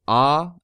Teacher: It has to do with where you make the sounds in your mouth. So a, ı, o, u, they're all in the back of your mouth.